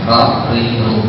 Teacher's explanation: Cukup satu atau dua kali getaran sifat takrir.